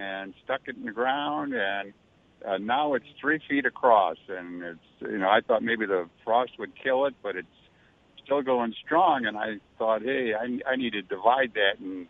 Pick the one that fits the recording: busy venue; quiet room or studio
busy venue